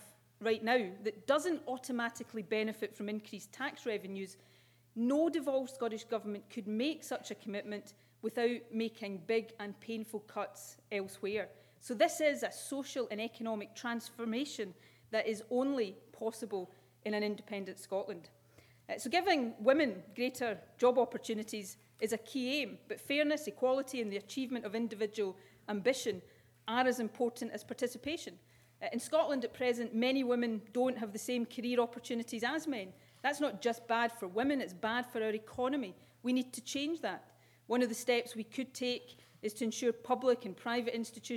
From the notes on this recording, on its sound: With a keynote speech at St Andrews University.